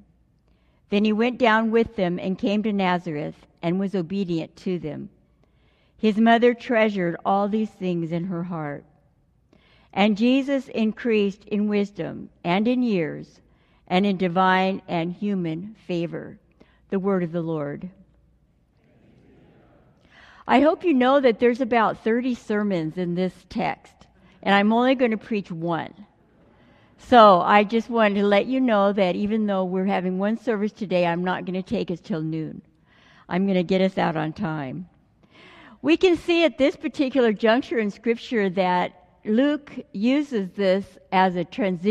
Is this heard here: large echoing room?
yes